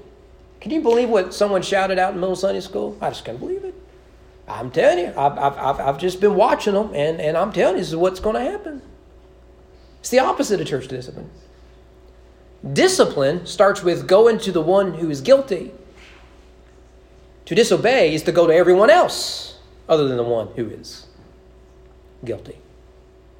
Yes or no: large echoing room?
yes